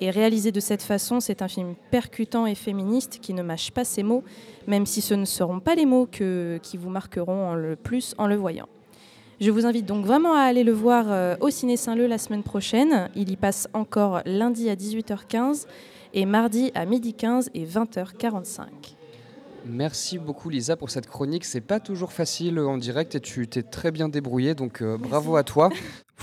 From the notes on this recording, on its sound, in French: Dans le cadre du « Forum de la Création Audiovisuelle » organisé par l’association Bulldog audiovisuel , nous étions en direct au Safran le 2 décembre dernier.